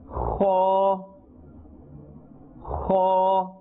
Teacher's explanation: And the makhraj, or the place where this letter comes from, the kha is also part of the halqiyah letters, and it is pronounced from the top part of the throat. This will give you a scraping sound.